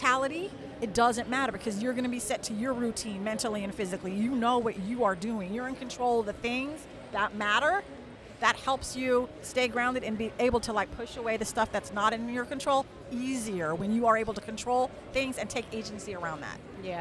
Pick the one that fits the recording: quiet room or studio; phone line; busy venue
busy venue